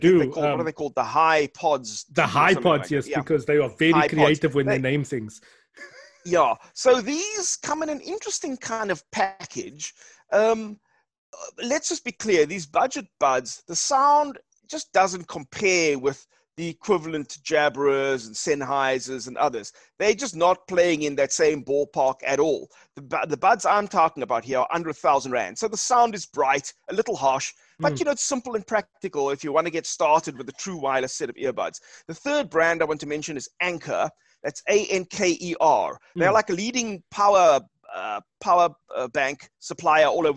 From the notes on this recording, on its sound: Zoomcast. Recorded via Zoom.